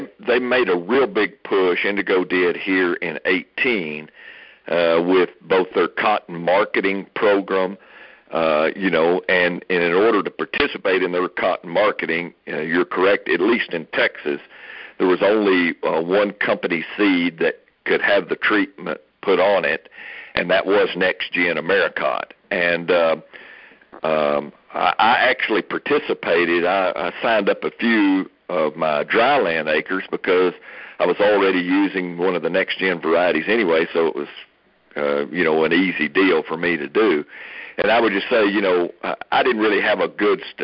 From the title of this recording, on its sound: Aug 2019 Monthly Conference Call